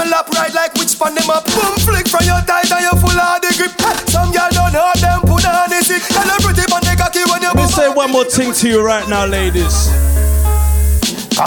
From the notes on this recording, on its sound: MY LIVE SET FROM RICH LONDON UNLOCKED PARTY